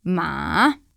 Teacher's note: Realizzata nel terzo tono, invece, suonerà così. Ma, quindi decrescente più ascendente